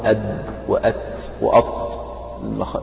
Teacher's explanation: طرف اللسان مع اصول الثنايا العليا اللي هي يعني الاصول اللي هي الجذور يعني او منبت السنة من جهة اللثة، يعني مكان التقاء السنة باللثة، الثنايا العليا للأسنان الأمامية.